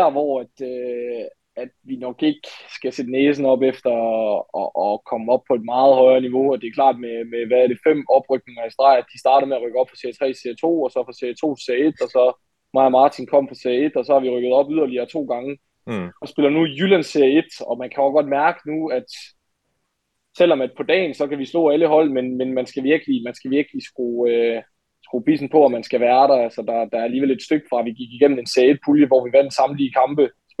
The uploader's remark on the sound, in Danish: Afsnittet er optaget online så kvaliteten er ikke helt I top.